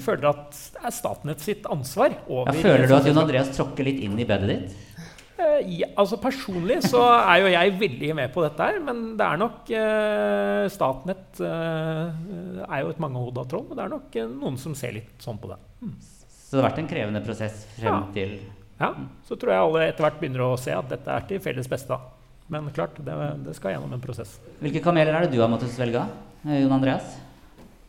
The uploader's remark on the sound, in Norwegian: Live podcast fra nettverkssamling hos DNV for teknologioptimister